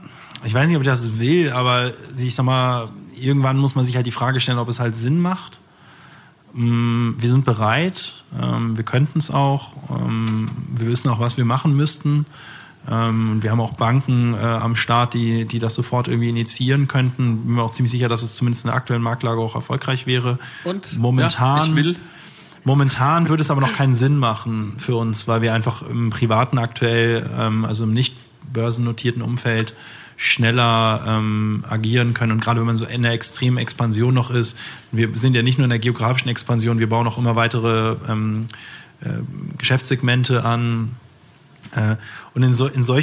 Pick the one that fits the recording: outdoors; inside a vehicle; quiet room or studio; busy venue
busy venue